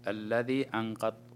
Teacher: الحكم هنا نون ساكنة أتى بعدها حرف القاف، فالحكم إخفاء حقيقي